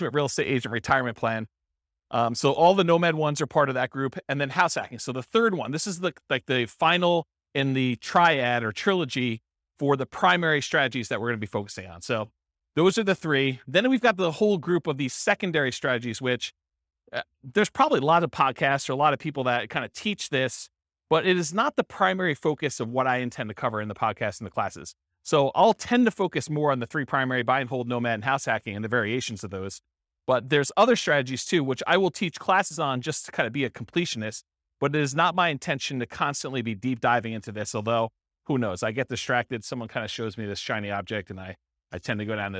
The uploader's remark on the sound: This was a live class recorded